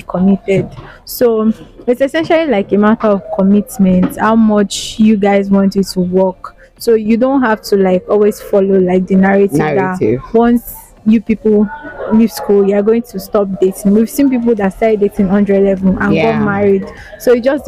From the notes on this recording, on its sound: The Mic is on the street!